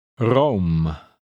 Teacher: starts with a more noticeably trilled R